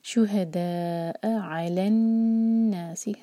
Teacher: عین کو کلیئر حلق سے اور نون پر غنہ